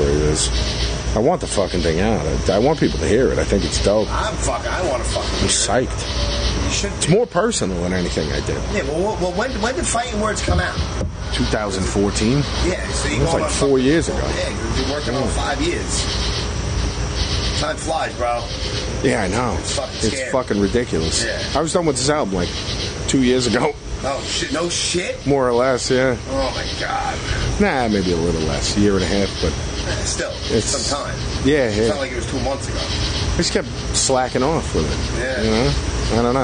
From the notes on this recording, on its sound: Live from Huntington Station. We met up at a shitty little bar in Huntington Station, Long Island.